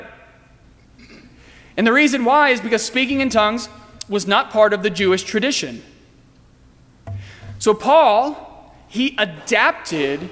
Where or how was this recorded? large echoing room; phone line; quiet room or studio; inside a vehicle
large echoing room